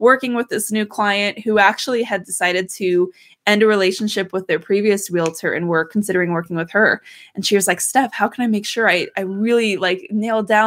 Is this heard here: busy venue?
no